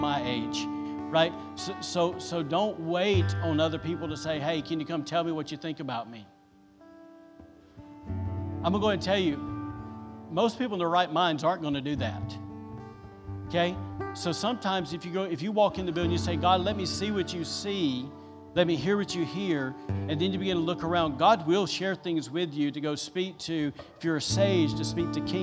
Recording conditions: large echoing room